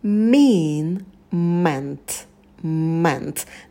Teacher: Meant. На звуке «м» сидите подольше.